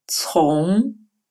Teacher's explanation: глухое сочетание «ц» с сильным придыханием